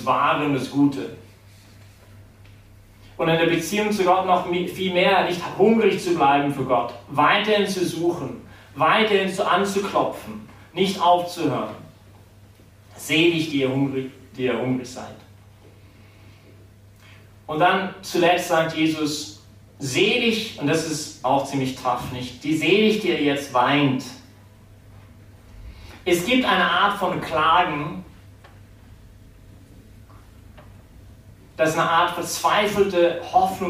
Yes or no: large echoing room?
yes